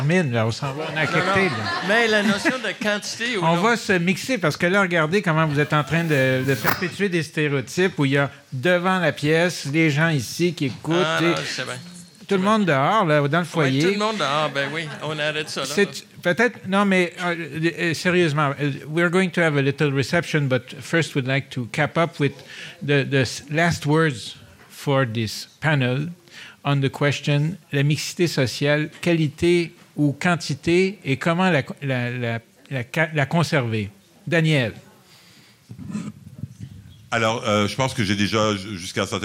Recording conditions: live audience